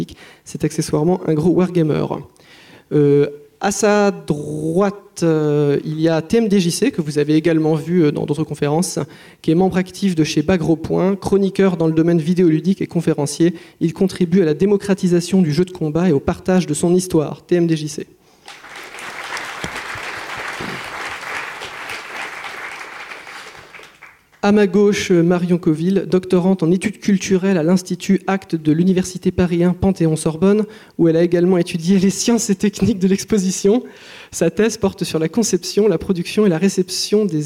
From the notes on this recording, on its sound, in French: Cycle de conférence enregistré du 2 au 4 mai 2014 lors du Stunfest